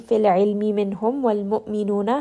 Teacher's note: Hamza here is going to have jahar and shadda. So make sure that you are giving it a little bit of jerk.